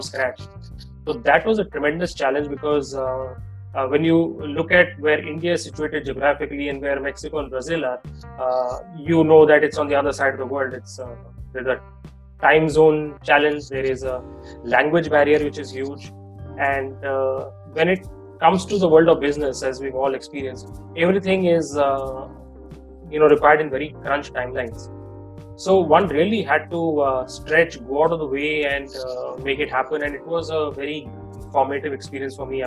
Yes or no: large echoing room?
no